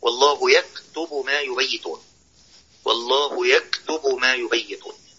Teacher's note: إظهار الهمس في الكاف من كلمة يكتبون